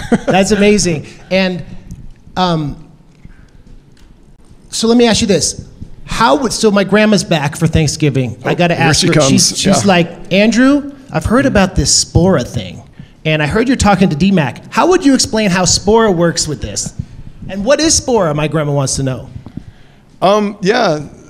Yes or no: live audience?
yes